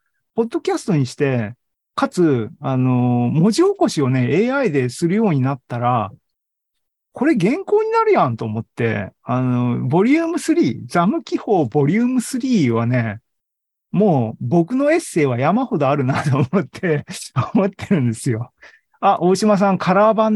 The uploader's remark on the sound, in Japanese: ２０２２年１１月３０日に開催した ZOOMライブの模様です